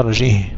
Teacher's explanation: أرجه بالتسكين بدون همز